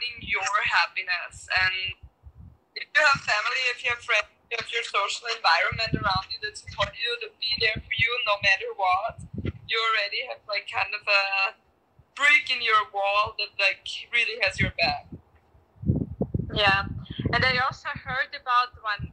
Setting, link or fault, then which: fault, wind noise